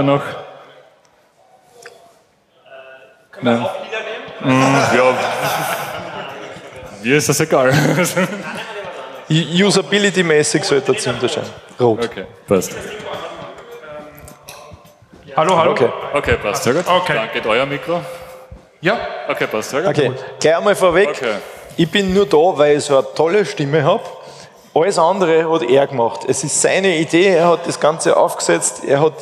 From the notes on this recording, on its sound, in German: (glt18). Zwei Teams aus dem Publikum treten gegeneinander.